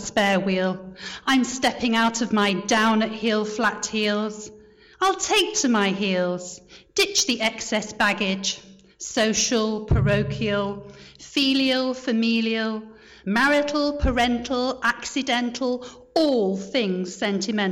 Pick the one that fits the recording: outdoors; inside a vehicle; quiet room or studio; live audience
live audience